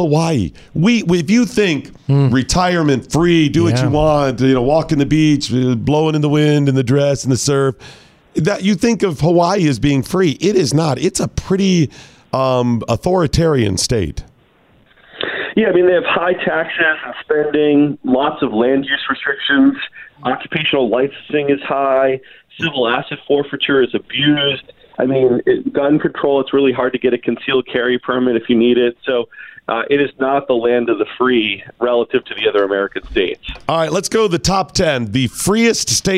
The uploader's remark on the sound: joins the show by phone